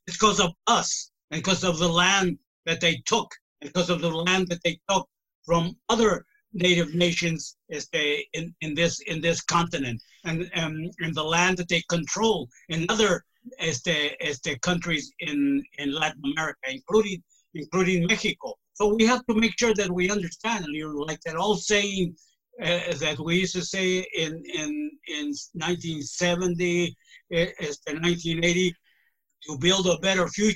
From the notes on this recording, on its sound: This special episode of The Reality Dysfunction was recorded April 23, 2020, in a Zoom/Facebook live webinar hosted by Mexicanos 2070